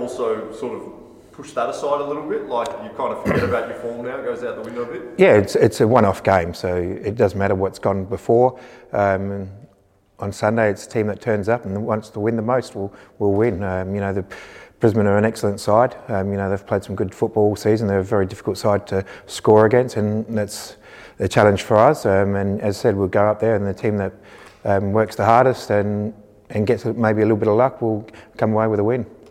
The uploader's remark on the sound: Pre-Match Press Conference.